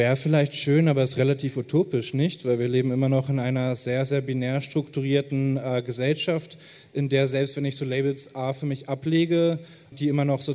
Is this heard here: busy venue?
yes